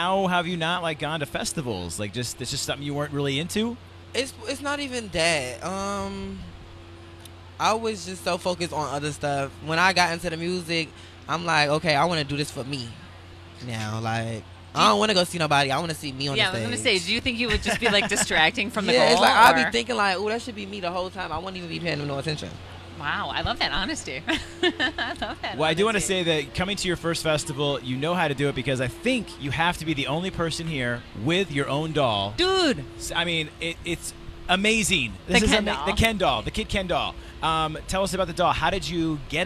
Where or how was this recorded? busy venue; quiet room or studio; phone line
busy venue